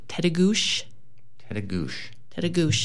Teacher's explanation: It's a sh, not a ch.